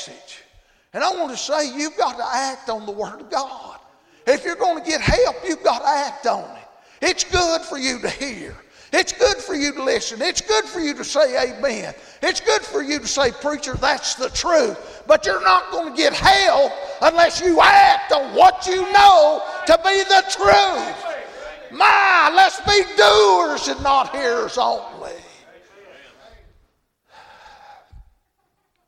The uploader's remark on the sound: Thursday Evening service at Calvary Baptist